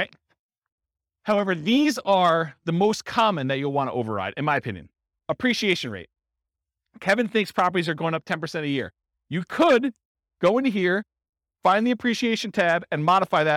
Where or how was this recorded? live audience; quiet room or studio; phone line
live audience